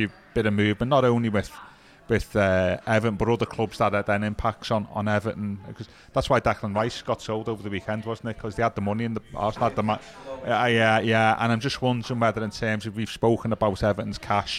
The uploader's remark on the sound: At Lovelock's Coffee Shop.